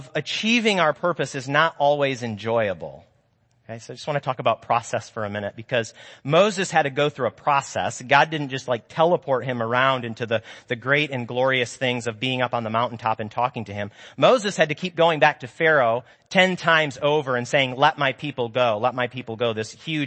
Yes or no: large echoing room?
yes